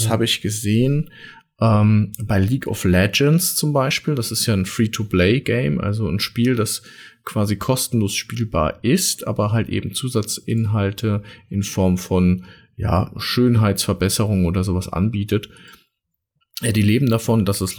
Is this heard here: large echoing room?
no